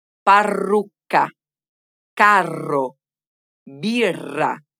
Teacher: la doppia R, che è uguale alla singola, soltanto che il suo suono dura di più. In questo caso, la pronuncia della doppia non dipende da una pausa prima della consonante, bensì dal prolungarsi del suono. · In tutti questi casi prolunghiamo la vibrazione della R.